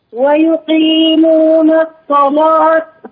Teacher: فخم اللام الصلاة على رواية ورشية مفخمة